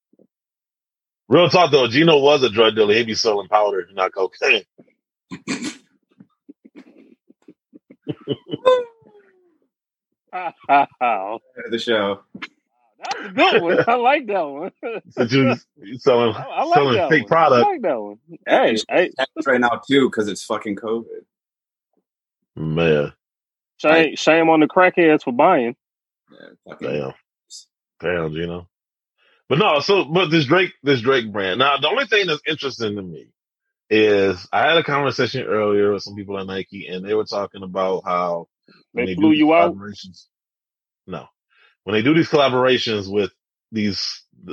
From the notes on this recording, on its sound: We're recording the show via Zoom.